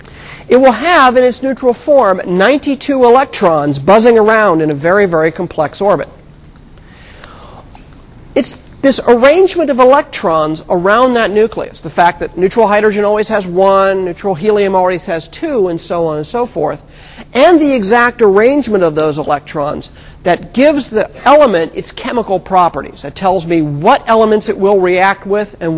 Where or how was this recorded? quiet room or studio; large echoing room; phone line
large echoing room